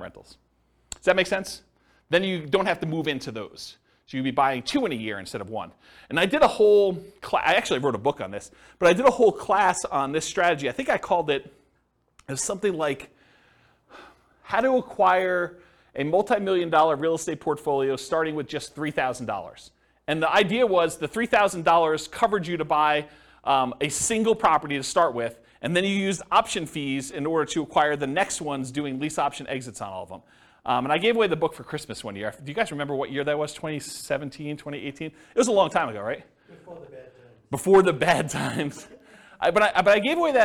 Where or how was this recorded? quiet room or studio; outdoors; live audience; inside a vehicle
live audience